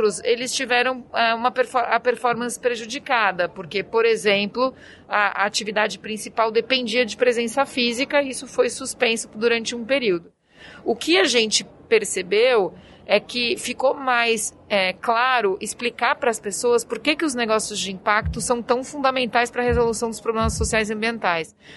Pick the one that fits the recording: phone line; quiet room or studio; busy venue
busy venue